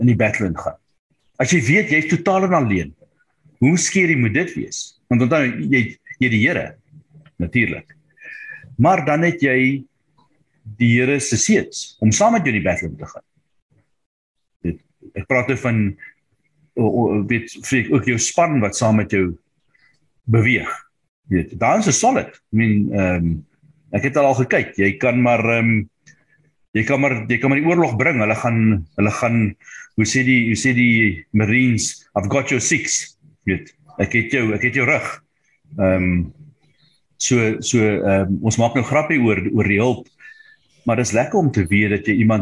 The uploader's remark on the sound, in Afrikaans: Manne van die Woord Digitaal Zoom Byeenkoms 20 Januarie 2022.